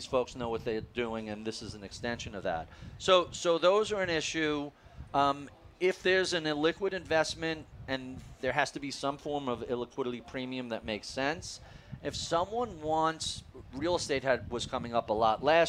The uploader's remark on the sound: at the Future Proof Wealth Festival in Huntington Beach